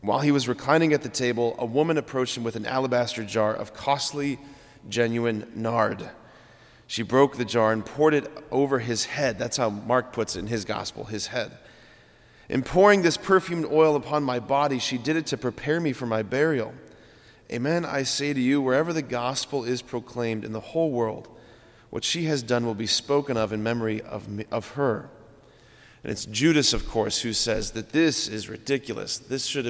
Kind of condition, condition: setting, large echoing room